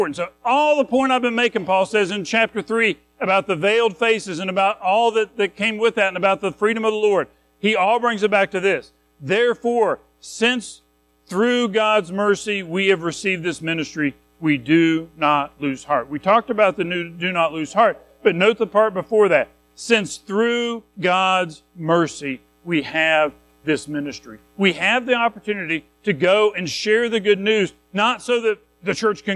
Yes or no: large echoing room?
yes